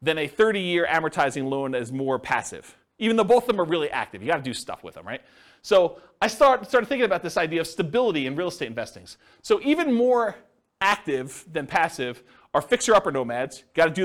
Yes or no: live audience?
yes